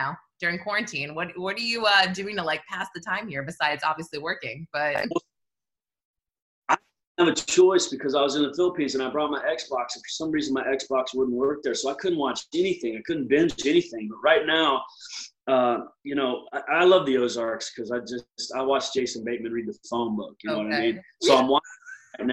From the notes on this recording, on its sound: on the 'virtual red carpet,' AKA Zoom